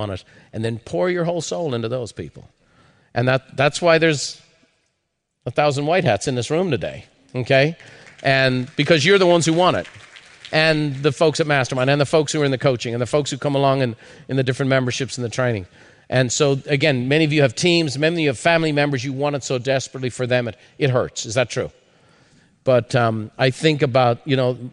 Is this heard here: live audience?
yes